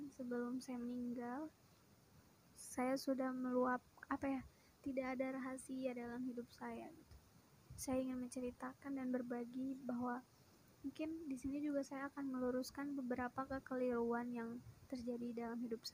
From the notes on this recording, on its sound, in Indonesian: maaf kalo audionya kurang bagus atau suara saya yang kurang jelas.